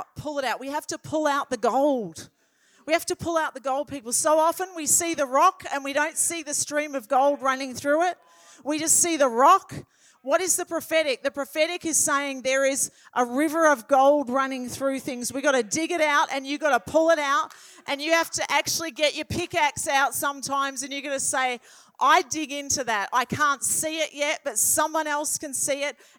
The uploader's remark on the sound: This message was recorded at Riveredge Church, Mildura in February 2023